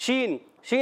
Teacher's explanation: شین ادا ہوتا ہے زبان کے درمیان اوپر تالو کے درمیان وسطے زبان وسطے تالو سے شین ادا ہوتا ہے یاد رکھنا